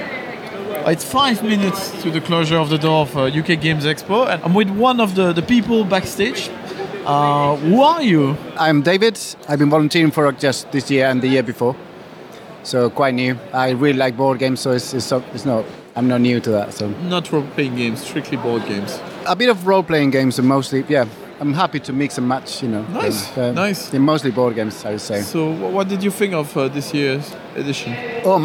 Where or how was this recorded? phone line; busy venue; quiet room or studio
busy venue